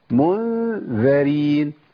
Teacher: هناك الغنه مرققه عشان الذال. الغنه تتبع ما بعدها.